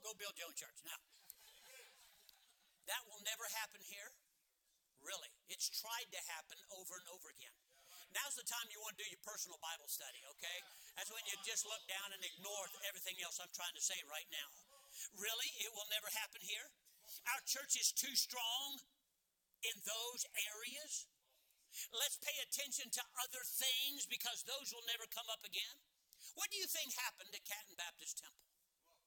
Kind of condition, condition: setting, large echoing room